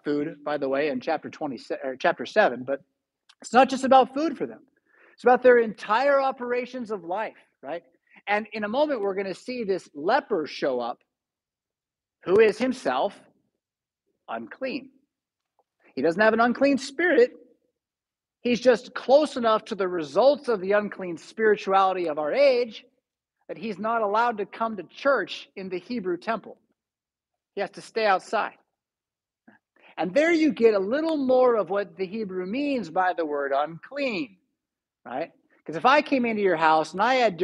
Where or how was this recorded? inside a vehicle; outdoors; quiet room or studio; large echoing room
large echoing room